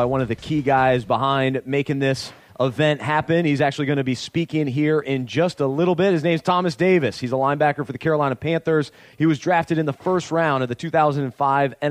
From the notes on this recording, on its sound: joined us backstage at the ManUp Charlotte Conference.